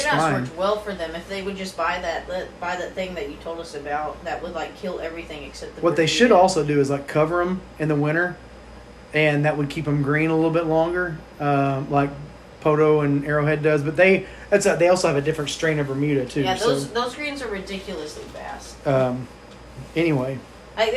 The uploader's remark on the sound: We’re live in Wilburton, Oklahoma, for the inaugural event in the Noah Farms Junior Golf Series! On Site at Sycamore Springs.